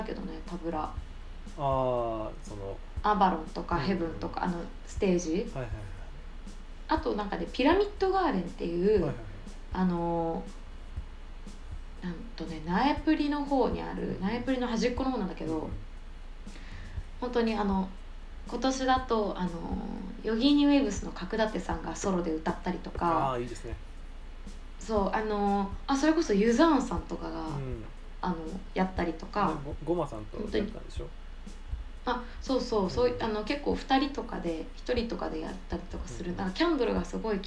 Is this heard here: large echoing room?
no